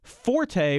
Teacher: So forte, when we're talking about music, and I'm going to put the stress on the first syllable just because that's how we always said it when I was a musician, that's Italian.